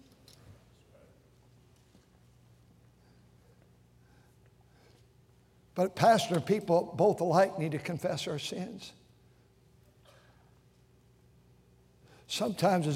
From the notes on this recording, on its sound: during the Sunday Morning service on November 5, 2023, at North Valley Baptist Church in Santa Clara, California